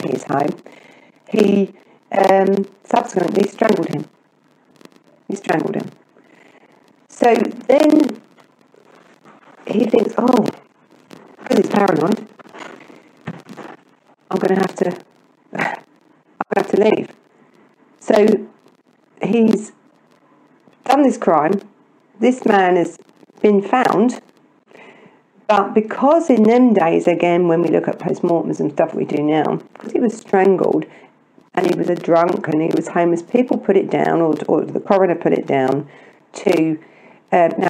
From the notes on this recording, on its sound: Sorry for the sound quality of this podcast